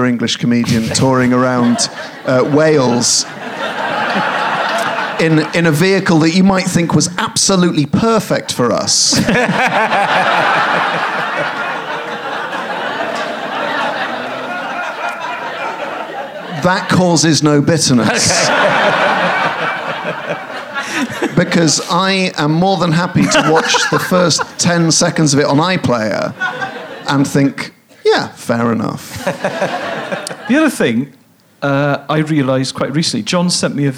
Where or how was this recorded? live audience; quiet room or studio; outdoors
live audience